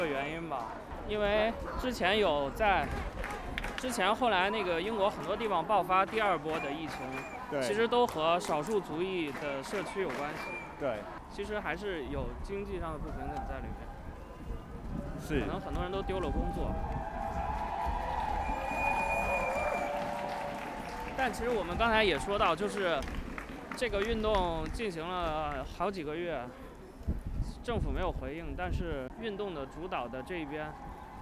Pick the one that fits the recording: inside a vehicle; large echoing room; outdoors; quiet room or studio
outdoors